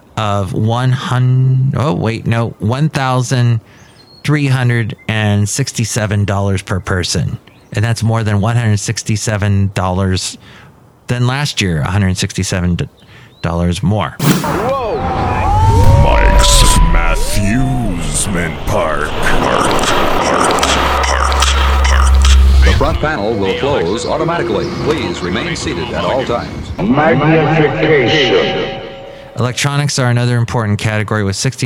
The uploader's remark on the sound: podcasts live from Cafe Anyway